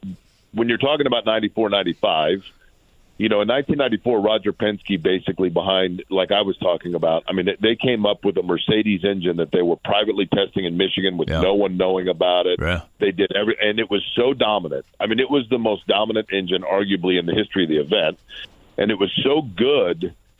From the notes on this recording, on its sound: go back to the phone lines